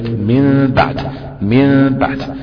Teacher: بقلبها إلى ميم مغنونة، مغنونة يعني مش كاملة الإطباق، يعني ما ينفعش أطبقها تمام، وده بيختلف الإقلاب ده، الحكم